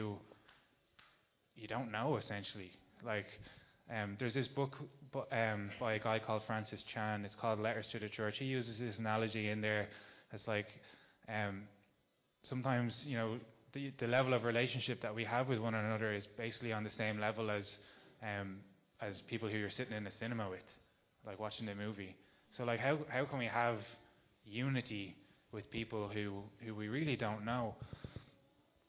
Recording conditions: large echoing room